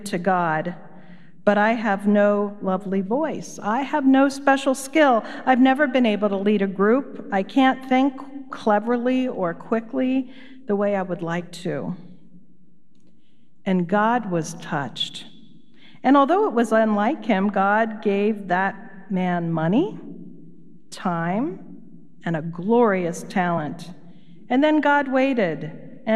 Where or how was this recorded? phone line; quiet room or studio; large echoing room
large echoing room